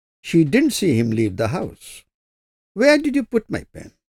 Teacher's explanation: The falling tune carries a sense of completion and finality.